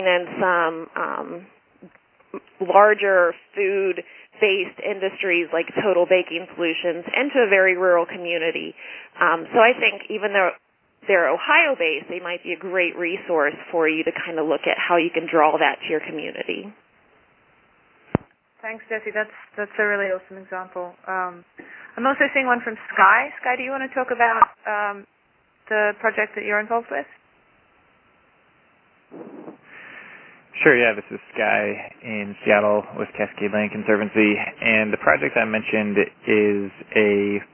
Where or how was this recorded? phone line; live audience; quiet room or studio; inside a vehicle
phone line